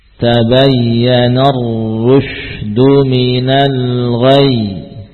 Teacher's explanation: bacaan kita yang kita naikkan nadanya itu memberikan kesan bahwa ya ini asalnya bertasydid